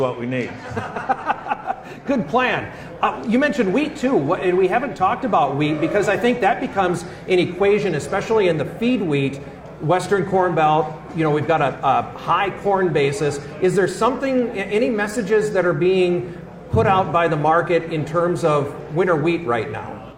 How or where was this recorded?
live audience